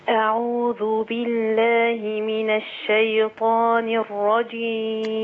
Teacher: ضغطي على الكسرة فولدت حرف مد